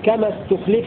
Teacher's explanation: روى شعبة بضم التاء وكسر اللام في كما استخلف الذين من قبلهم، كما استخلف مبنيا للمجهول ونائب الفاعل الذين، ويبدأ بهمزة الوصل مضمومة استخلف.